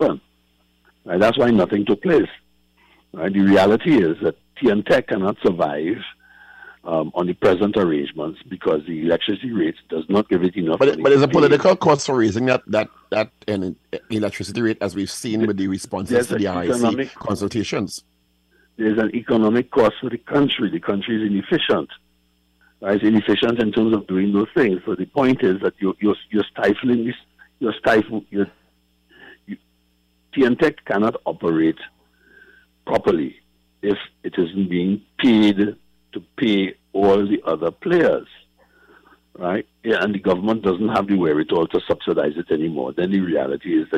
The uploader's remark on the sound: During this hour we take calls from our audience